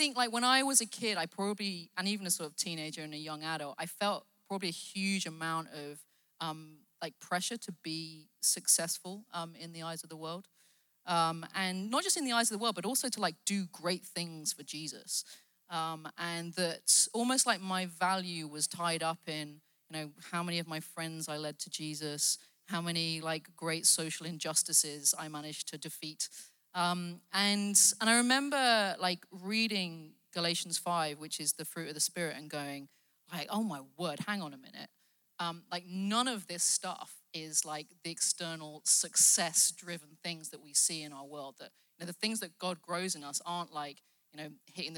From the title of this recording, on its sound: Live at The Orchard Conference 2023